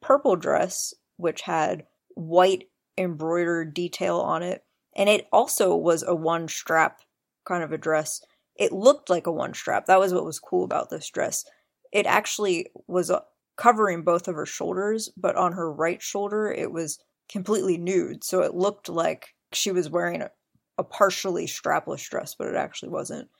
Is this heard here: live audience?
no